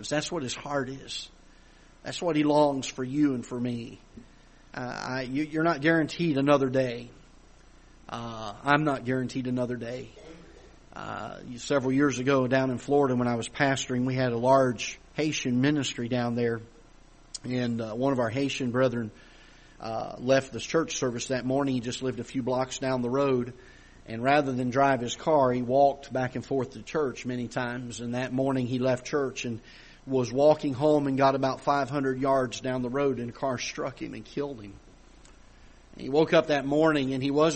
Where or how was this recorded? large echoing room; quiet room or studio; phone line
large echoing room